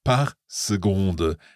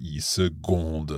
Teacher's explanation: It's spelled S-E-C-O-N-D-E, but it's pronounced S-E-G-O-N-D-E, seconde.